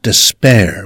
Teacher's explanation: pronounced despair with stress on the second syllable